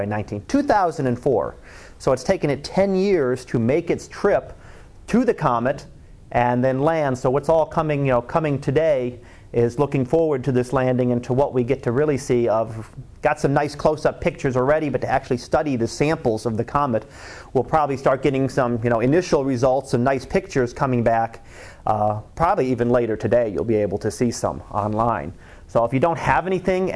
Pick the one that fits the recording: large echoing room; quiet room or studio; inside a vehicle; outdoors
large echoing room